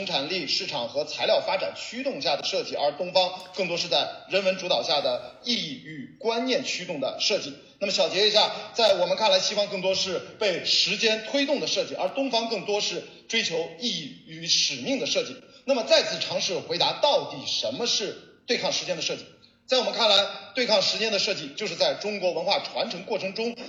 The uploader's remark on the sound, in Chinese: 本期节目因为是从课堂的网络录制翻录而来，所以声音质量受限，还请多多包涵。